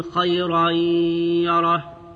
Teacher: فمن يعمل، إدغام النون الساكنة في الياء مع الغنة. خيرا يره، إدغام التنوين في الياء مع الغنة